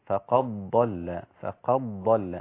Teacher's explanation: قرأ ورش بإدغام الدال في الضاد فتصير فقد ضل من القاف إلى الضاد مباشرة وليس كما يقرأ حفص فقد ضل تمام ساء سواء السبيل.